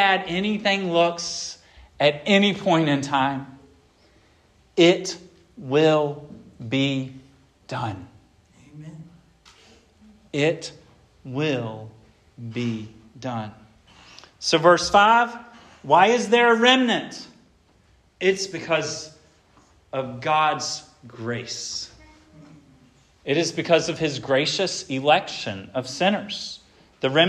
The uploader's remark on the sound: This sermon was preached at Hope Fellowship